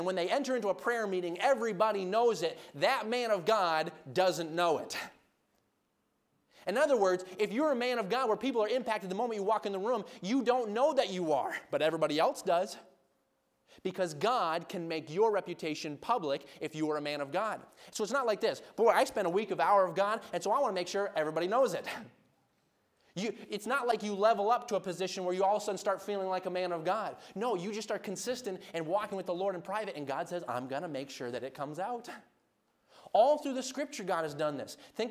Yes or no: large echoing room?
yes